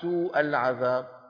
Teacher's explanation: ترك زيادة المد في الواو · Term: لحن خفي